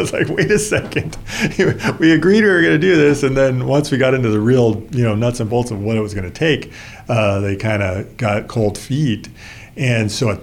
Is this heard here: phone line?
no